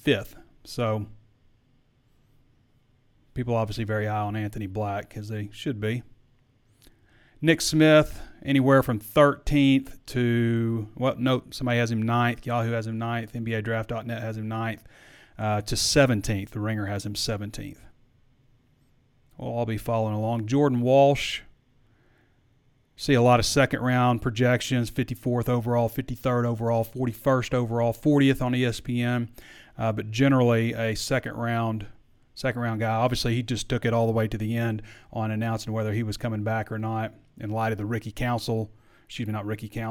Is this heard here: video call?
no